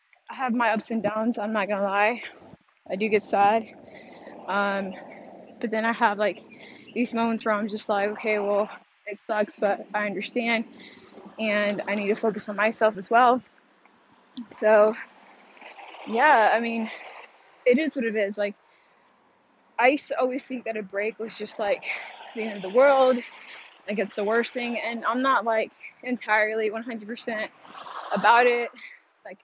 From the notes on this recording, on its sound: I recorded while I was walking home from the gym, cara are loud and I had headphones